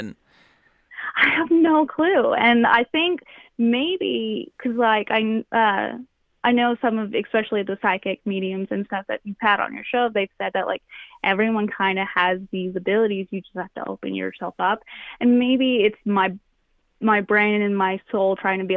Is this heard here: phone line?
yes